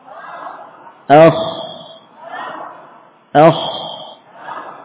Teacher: huruf yang mengalir dan suaranya mengarah ke atas tampak atau terasa tebal · Term: huruf rokhawah dan isti'la